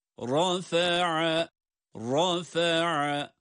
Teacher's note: Ra kalın, ayin ince.